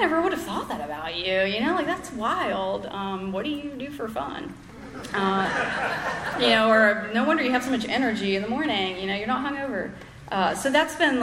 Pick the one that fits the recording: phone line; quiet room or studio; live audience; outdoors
live audience